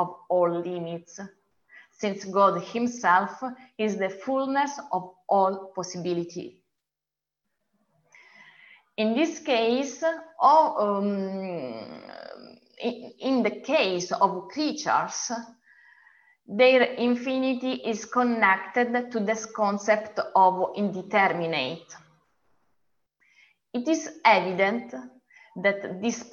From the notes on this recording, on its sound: A webinar lecture. Part of our summer webinar series.